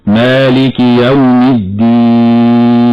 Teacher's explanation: أما في حال الوقف على كلمة الدين فتمد من قبيل المد العارض للسكون فيه القصر والتوسط والإشباع